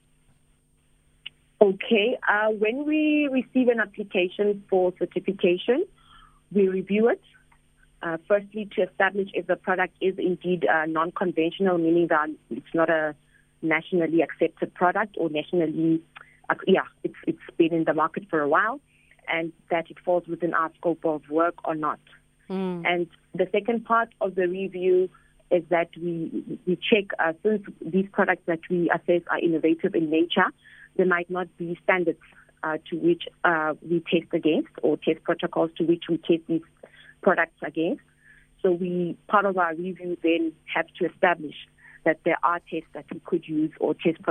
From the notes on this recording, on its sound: we are joined on the line